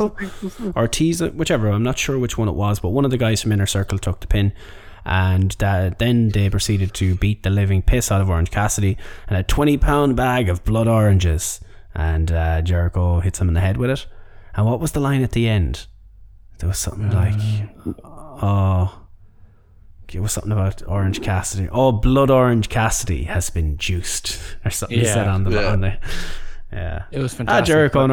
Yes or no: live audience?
no